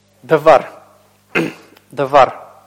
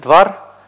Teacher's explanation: в более современном произношении, как я уже говорил, первый шива не произносится · Shown in: second take · они говорят двар.